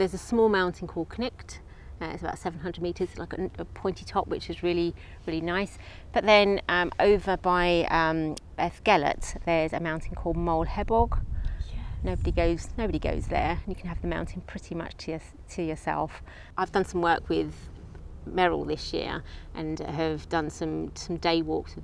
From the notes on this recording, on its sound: Took me to a beautiful park just minutes from her home in London, and we recorded the episode sitting on the grass within sight of a herd of fallow deer. There’s also a minute of the sounds of nature for a little bit of escapism in your busy day.